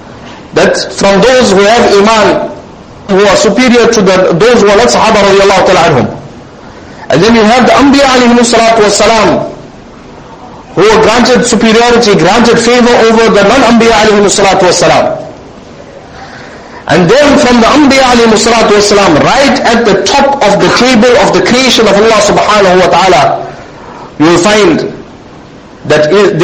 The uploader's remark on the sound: Jumuah lecture